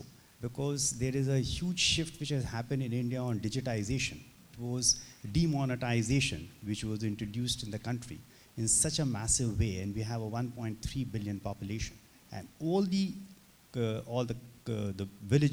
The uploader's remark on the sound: We recorded the most recent episode of Pocket Dilemmas in front of a live audience in Bosnia and Herzegovina ’s capital Sarajevo, host of last week’s 2019 Annual Meeting and Business Forum. Inside the country’s Parliament Building.